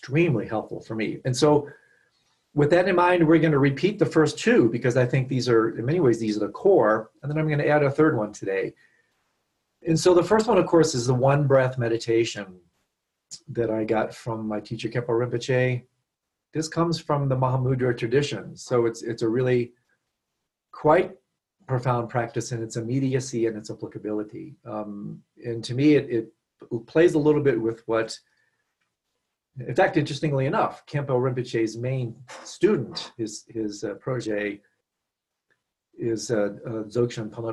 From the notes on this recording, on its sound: Virtual Weekly Hangout.